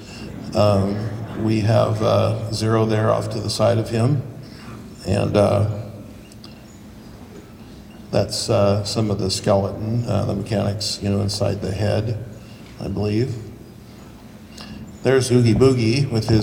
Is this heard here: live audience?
yes